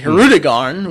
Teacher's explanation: that typical American thing of putting that emphasis on a middle syllable that really doesn't work that way